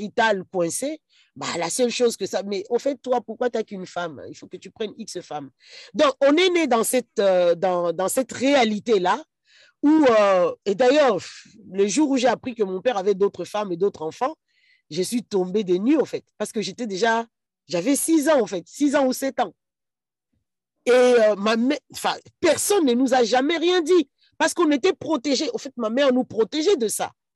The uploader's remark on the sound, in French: Lors de notre dernier atelier sur zoom.